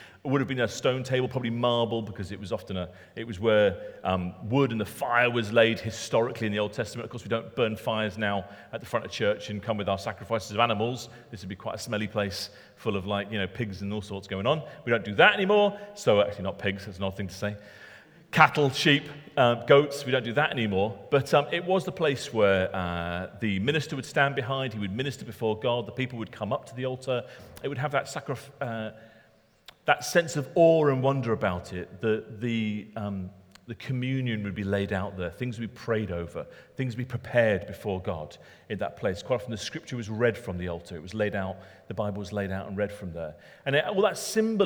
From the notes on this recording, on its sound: Talk recorded at Middlesbrough Community Church.